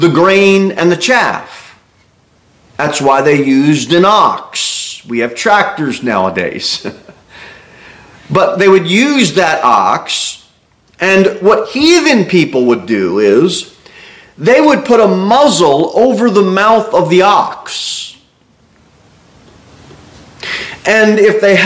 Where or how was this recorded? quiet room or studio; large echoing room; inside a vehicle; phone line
large echoing room